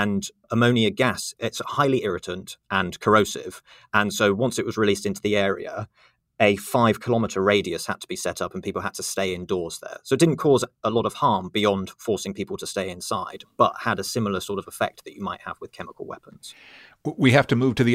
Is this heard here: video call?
no